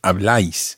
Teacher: Where does the stress go? On the A.